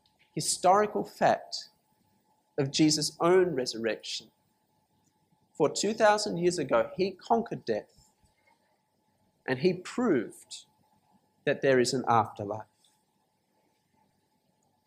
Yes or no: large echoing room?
yes